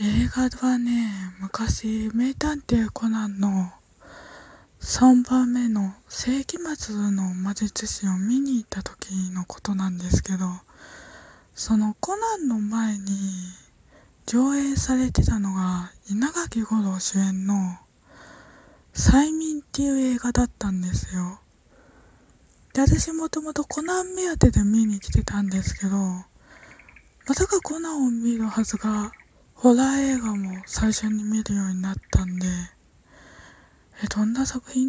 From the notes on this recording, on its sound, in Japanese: 外の音聞こえるけど窓開けて家の中でトーク